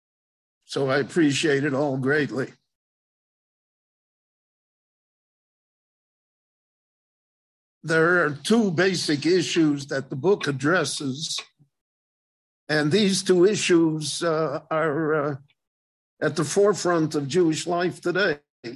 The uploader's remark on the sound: gave a LIVE zoom lecture in Israel